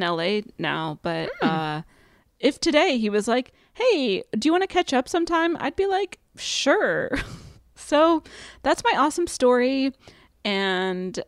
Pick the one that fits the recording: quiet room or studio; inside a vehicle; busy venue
quiet room or studio